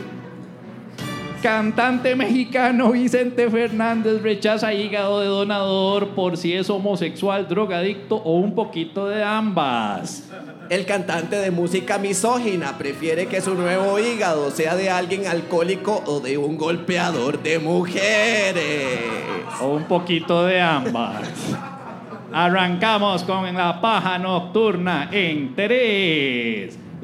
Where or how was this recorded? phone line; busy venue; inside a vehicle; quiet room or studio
busy venue